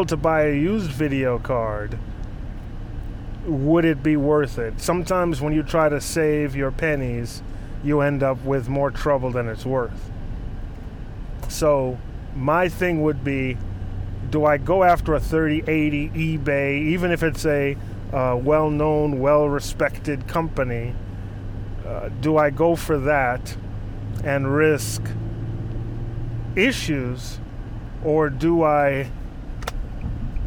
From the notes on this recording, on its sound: while driving, of course